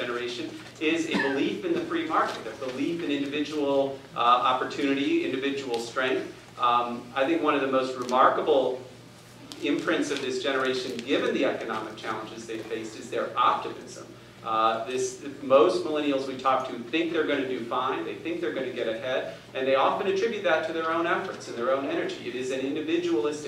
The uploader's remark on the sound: Addresses Ripon Society's Annual Symposium on March 7, 2014